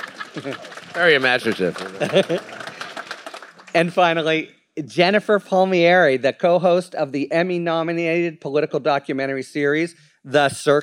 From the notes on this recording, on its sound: A very special trio of episodes recorded live at the Texas Tribune Festival.